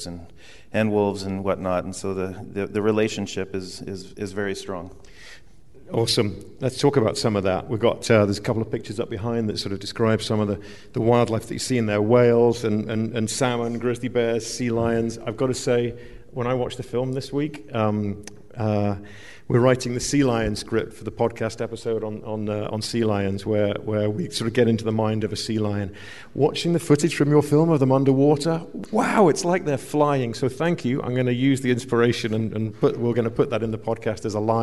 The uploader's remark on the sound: on stage at The Mountineers in Seattle